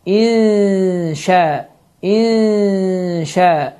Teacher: İnşəəllahu, yəni mütləq bir şəkildə n itməlidir, gizlənməlidir, lakin deməli 2 hərəkədən də artıq uzatmaq düzgün deyil. Mütləq bir şəkildə 2 saniyə və ya 2 hərəkə uzadılmalıdır. · Term: ixfə